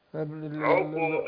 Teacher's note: انا بضم العين وبعدين اقلقل القاف للفتح · Term: القلقله